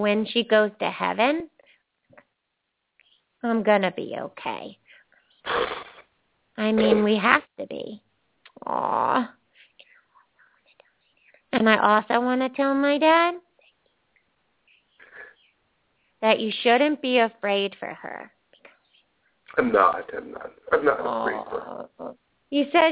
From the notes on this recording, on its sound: open up the lines for listeners to call